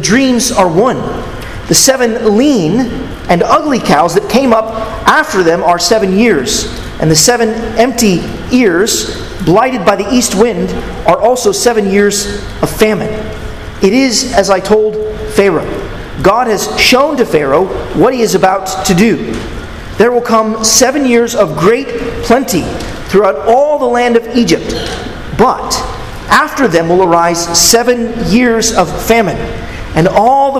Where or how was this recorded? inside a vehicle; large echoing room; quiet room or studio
large echoing room